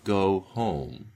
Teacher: I would have to make sure to round the G sound at the beginning of go and the H sound at the beginning of home